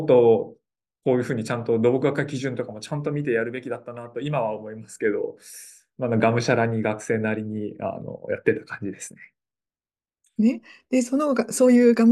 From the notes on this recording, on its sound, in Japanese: 収録場所： オンライン (Zoom)